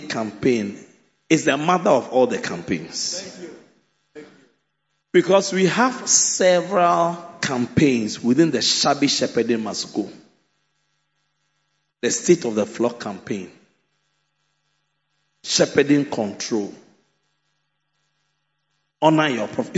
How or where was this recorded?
large echoing room